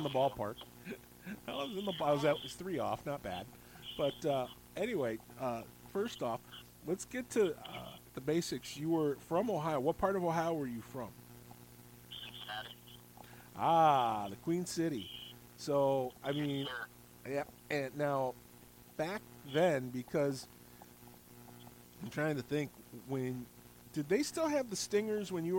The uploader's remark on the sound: Audio is a little low